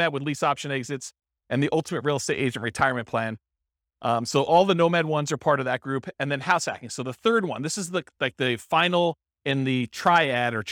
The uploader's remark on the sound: This was a live class recorded